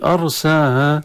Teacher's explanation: أرساها راء ساكنة مسبوقة بهمزة، حكمها التفخيم